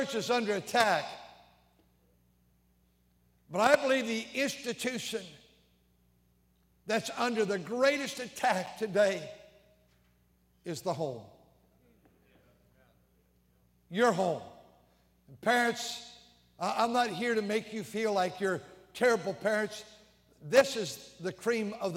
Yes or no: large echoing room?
yes